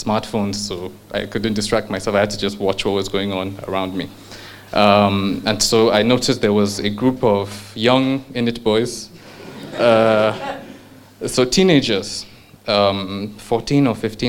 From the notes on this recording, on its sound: A story from our Truth and Consequences live show on choices, and a story from our Journeys live show.